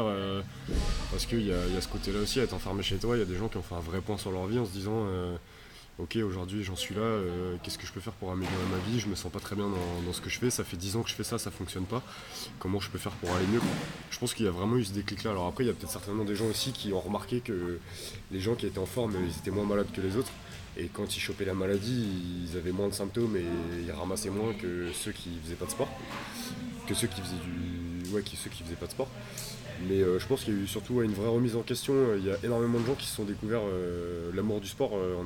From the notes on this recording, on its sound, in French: Les bruits de fond sont les ergos, les wods, la musique... On est dans une Box de Crossfit (Crossfit Tanka)!!